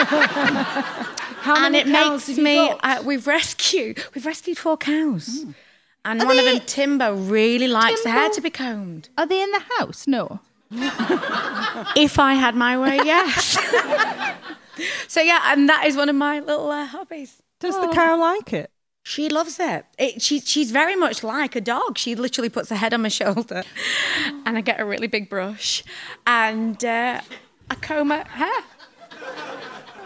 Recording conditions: live audience